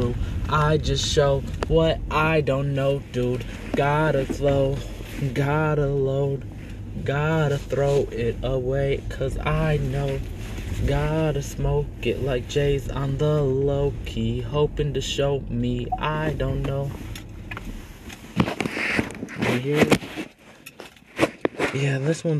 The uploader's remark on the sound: On the drive. Rhyming while going home and I recorded it as a podcast before.